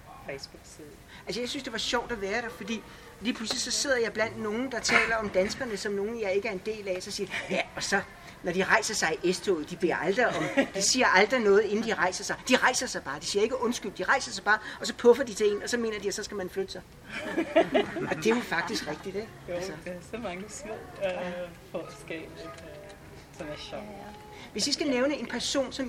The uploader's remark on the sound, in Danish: Lyt med på live-optagelsen fra festivalafslutningen. I gårdhaven ved Dansk PEN på Christianshavn. 13 kunstnere medvirker med tekst og musik, oplæsning, digte, samtaler, oplæg, aktivisme og diskussion.